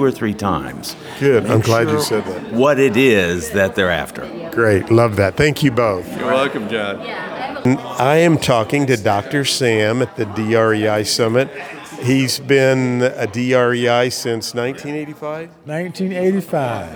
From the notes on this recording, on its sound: I was at the REEA Real Estate Educators Conference in Scottsdale, AZ, and interviewed some of the best minds and top real estate instructors from around the United States.